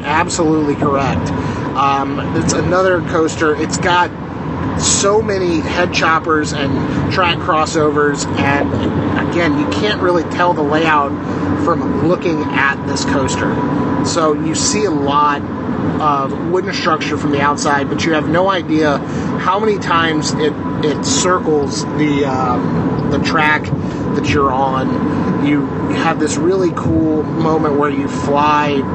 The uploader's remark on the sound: Hotel internet is less than ideal for recording a podcast. Drives solo on a Texas highway.